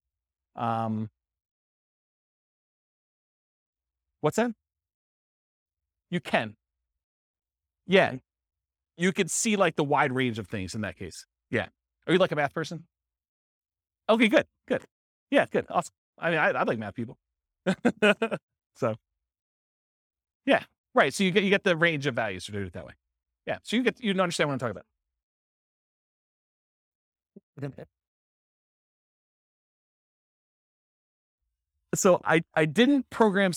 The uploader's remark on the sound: This was a live class recorded